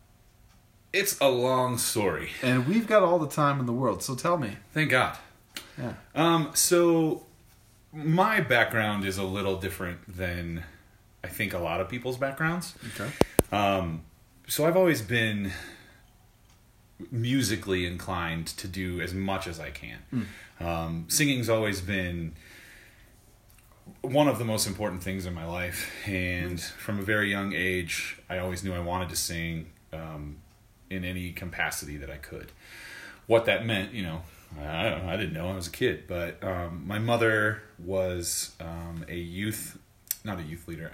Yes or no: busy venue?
no